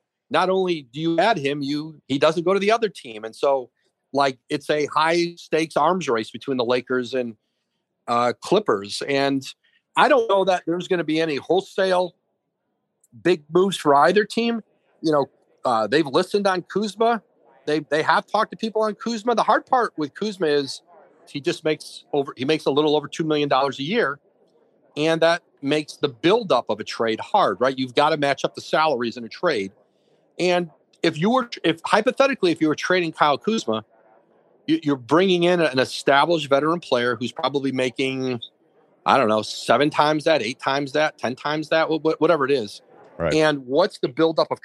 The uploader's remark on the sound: Live from radio row in Miami